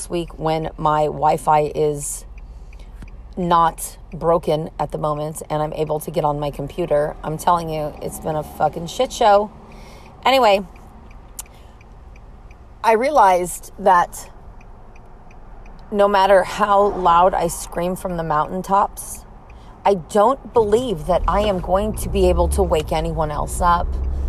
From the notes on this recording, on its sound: Me in my car